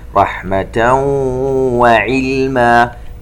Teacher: تنوين وبعدها حرف الواو إدغام بغنة